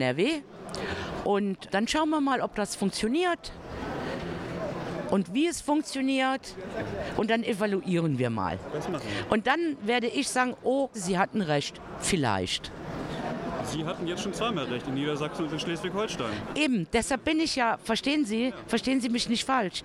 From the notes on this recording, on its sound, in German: Live vom Deutschen Pflegetag 2022. Haben wir auch am zweiten Tag des Deutschen Pflegetags noch mit Expert*innen gesprochen.